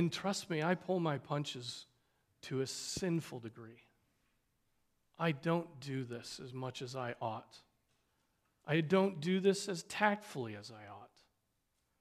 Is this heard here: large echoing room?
yes